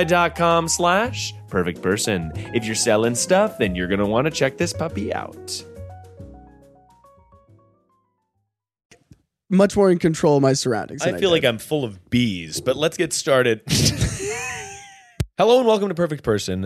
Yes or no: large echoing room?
no